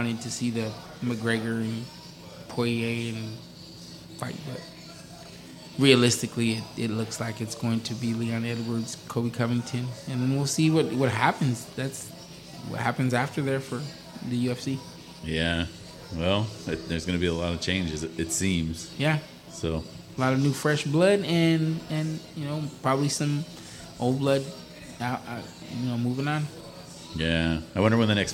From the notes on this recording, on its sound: Live from Wheelhouse Lounge in Port Hueneme. Live from the Wheelhouse VIP Lounge.